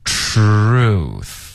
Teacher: 这个 TR 的这个音呢，它的结尾发这个 R 的音，你的嗓子会跟着震动的